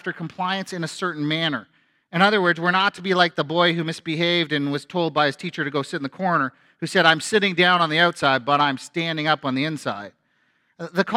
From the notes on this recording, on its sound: A sermon from FBC Church in Cobourg,